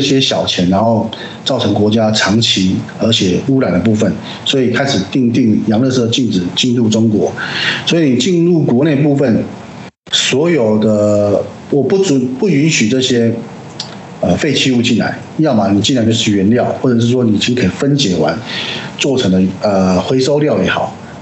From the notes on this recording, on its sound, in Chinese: 本集為遠端連線錄製，收音品質有所影響。